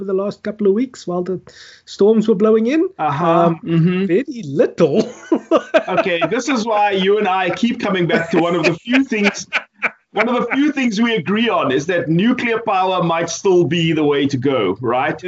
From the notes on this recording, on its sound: Recorded via Skype